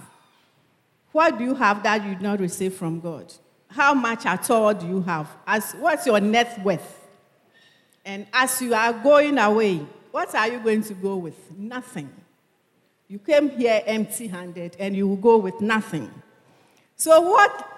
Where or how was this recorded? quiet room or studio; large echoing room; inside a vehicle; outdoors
large echoing room